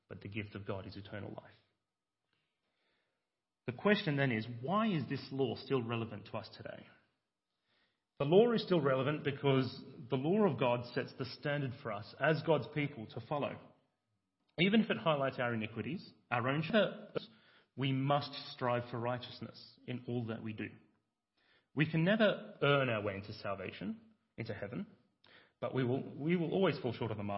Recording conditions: large echoing room